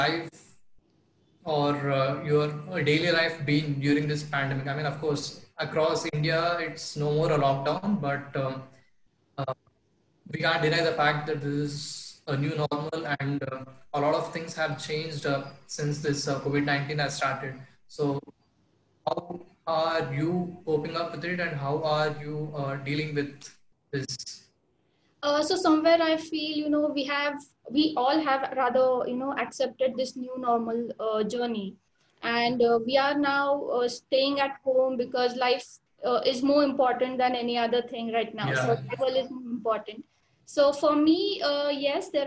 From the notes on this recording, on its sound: Mitti ke Rang brings to you a series of interactive session over zoom.